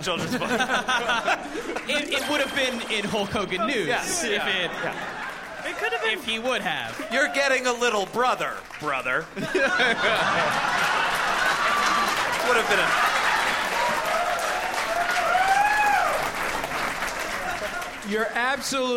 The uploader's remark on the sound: Recorded live from the inaugural MaxFunConEast.